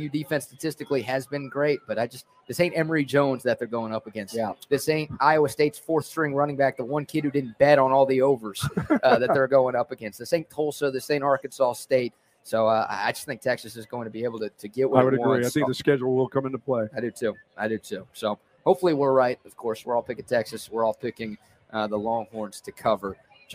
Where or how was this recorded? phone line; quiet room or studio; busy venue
busy venue